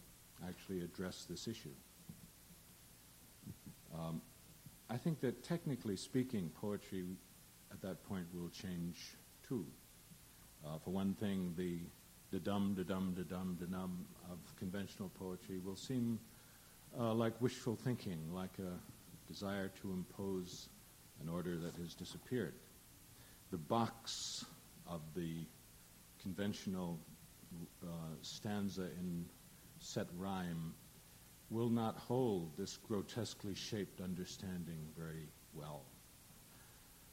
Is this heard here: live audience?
yes